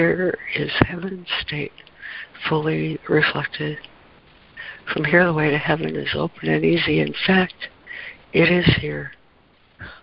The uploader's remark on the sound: ACIM Daily Conference Call.